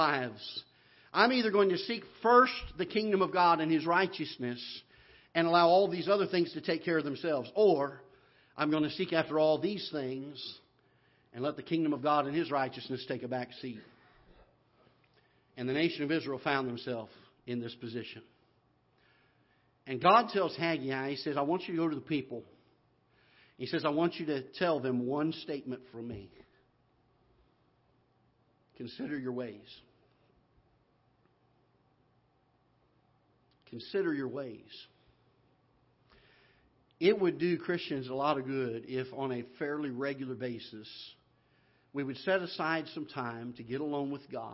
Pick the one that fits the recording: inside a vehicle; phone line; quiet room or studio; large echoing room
large echoing room